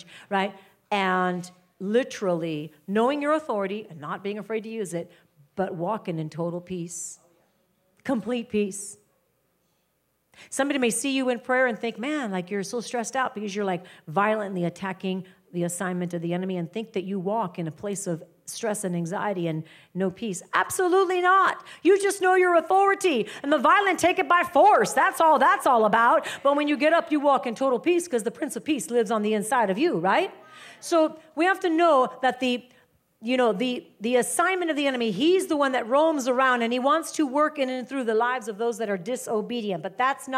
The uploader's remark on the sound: live teaching from House of Glory